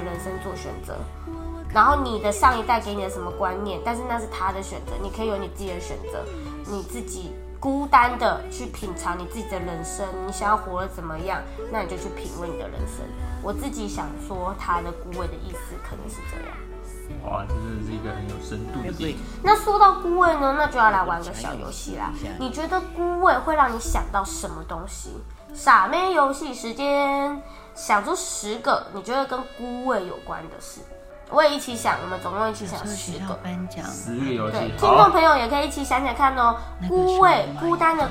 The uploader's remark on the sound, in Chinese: 第一次用背景音樂不知道好不好!錄音時樓上開趴踢太high了!!一直蹦蹦蹦!!影響收音品質。